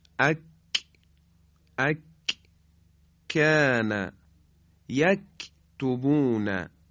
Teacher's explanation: همزمان راه بینی هم چیه بسته میشه و محکم حرف کاف تلفظ میشه